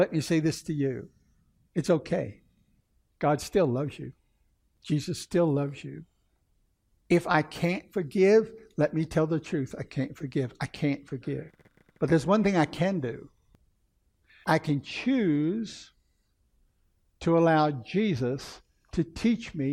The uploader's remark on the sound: Recorded 3/5/2016 at Camelback Bible Church